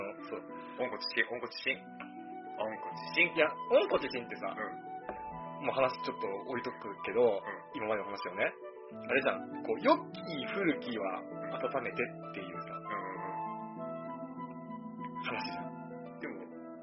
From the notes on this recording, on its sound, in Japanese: 今回の音声は長尺のため、音質が悪くなっています。